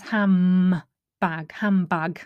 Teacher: hand bag is impossible to say quickly. So the N-D becomes ham bag, H-A-M.